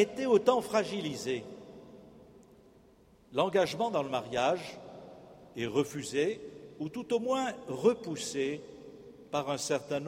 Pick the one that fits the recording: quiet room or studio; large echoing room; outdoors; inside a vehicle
large echoing room